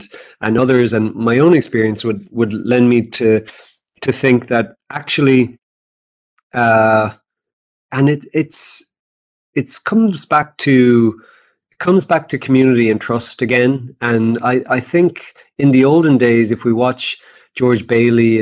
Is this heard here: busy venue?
no